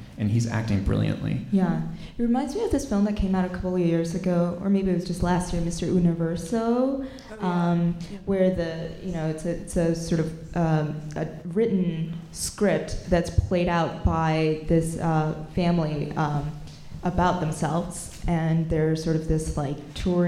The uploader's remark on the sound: NYFF 2017 Live Roundtable. At the conclusion of the 55th New York Film Festival, Film Comment gathered together a panel of contributors and critics for one final live roundtable.